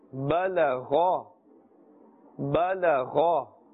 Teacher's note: بلغا is incorrect. With a thicker sound, a full mouth, we must pronounce this غا because it is part of the حروف مستعليا.